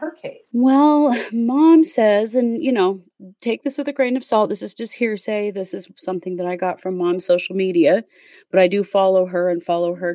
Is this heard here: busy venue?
no